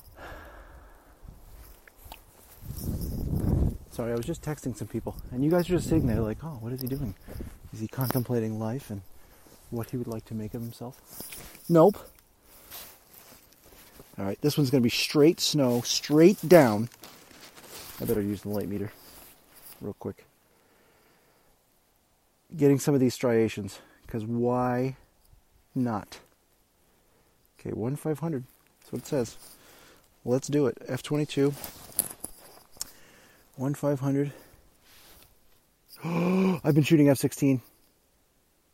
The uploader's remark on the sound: I decided to just let the audio run while I went out for my entire shoot